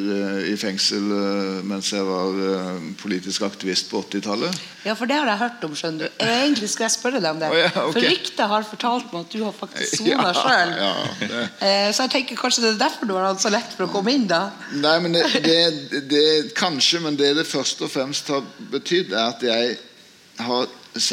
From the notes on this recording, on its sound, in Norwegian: Røverradion sender live fra utstillingen på Nobels Fredssenter.